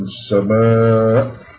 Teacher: السماء تحبس فيها الصوت، يتقفل فيها الحبلين الصوتيين يتشدوا بحيث انه يحبس الصوت تماما · Term: الهمزة